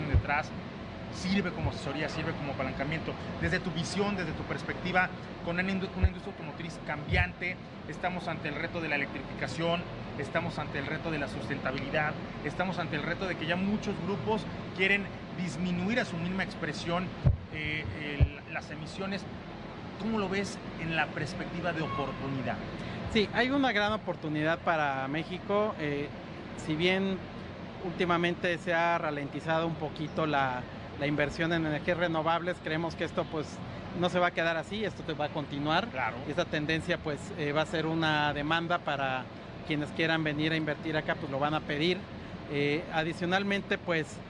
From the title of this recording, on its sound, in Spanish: En vivo desde el Auto Show Imagen Puebla 2023